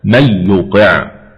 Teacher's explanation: نعم إلا أن خلفا عن حمزة أدغم النون الساكنة في الياء بلا غنة